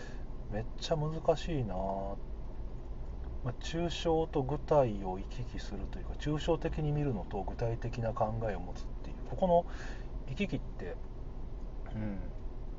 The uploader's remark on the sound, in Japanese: 車の中で収録